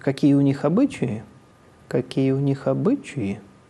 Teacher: На кривой видно, как поднимается тон, и потом он резко падает вниз.